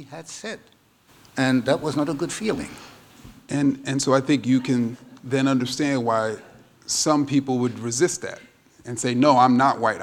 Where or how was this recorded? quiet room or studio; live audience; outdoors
live audience